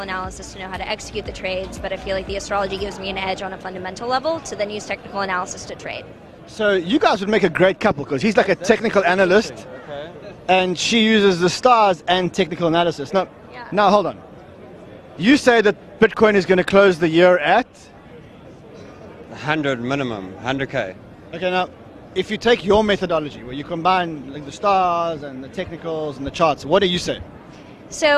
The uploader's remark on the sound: at the recent Solana Breakpoint conference